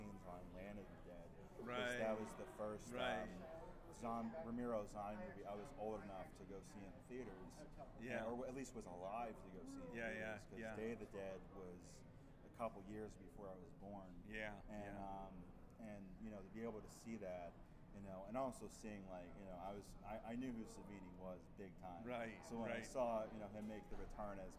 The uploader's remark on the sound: Live From Grossfest